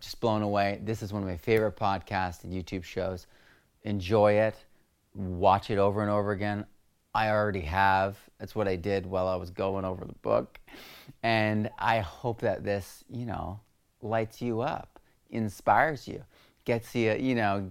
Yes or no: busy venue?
no